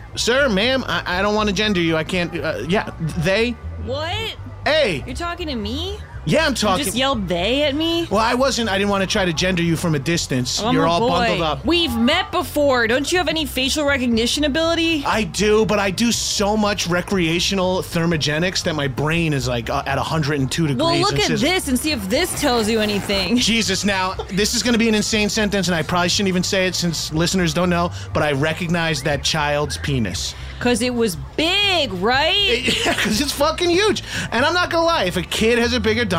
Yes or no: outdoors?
yes